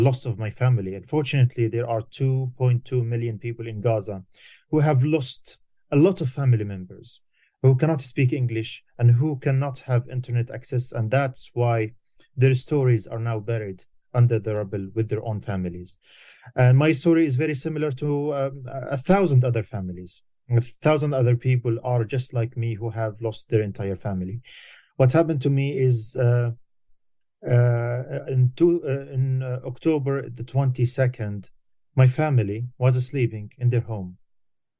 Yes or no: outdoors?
no